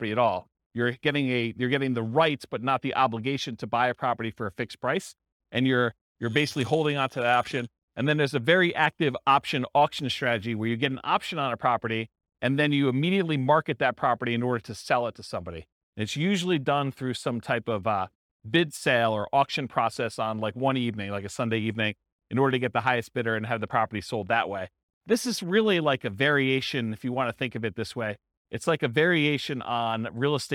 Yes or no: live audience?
yes